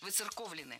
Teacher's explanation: ударение должно сохраняться на третьем слоге